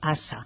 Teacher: un hispanohablante pronuncia una S sorda cuando dice asa